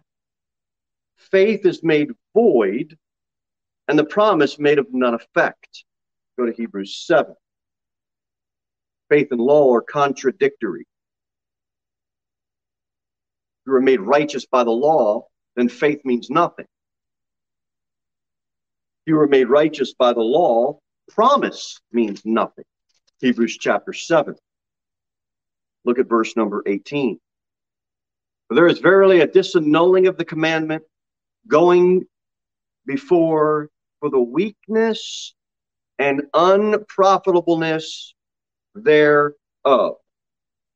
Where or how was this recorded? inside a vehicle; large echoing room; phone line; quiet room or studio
large echoing room